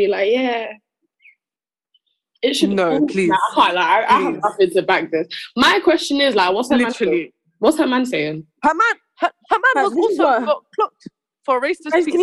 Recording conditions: video call